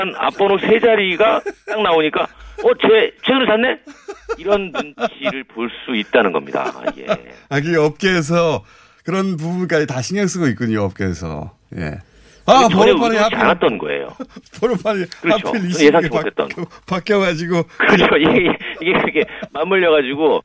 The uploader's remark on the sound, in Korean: 전화연결